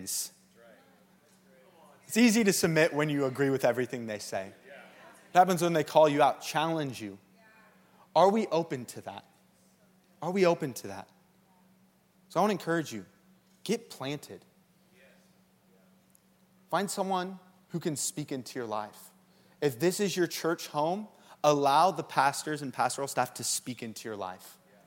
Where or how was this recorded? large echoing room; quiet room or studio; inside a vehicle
large echoing room